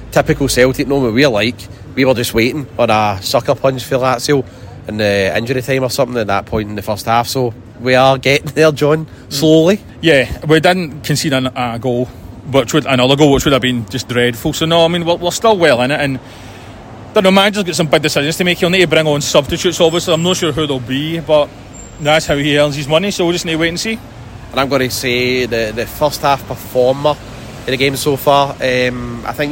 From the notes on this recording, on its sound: Recorded at MOLLY MALONES . Recorded at MOLLY MALONES .